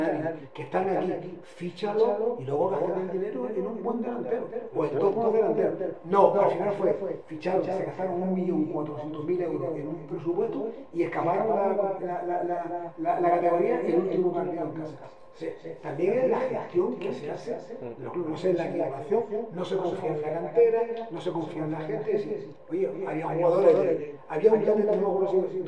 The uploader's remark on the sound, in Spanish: Tuvimos problemas técnicos con el audio, y hemos sacado la máxima calidad posible, disculpen las molestias